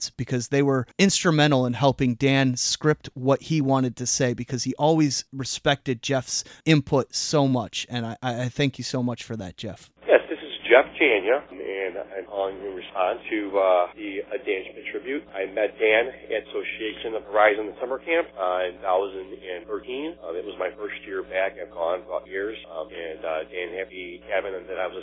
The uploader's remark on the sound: listeners, friends, and family called in and briefly answered three questions